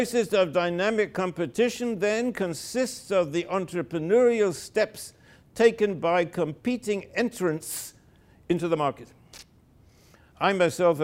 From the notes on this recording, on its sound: delivered the keynote lecture